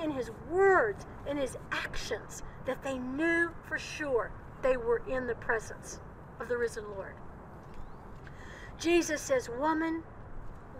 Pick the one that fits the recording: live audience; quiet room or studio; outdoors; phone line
outdoors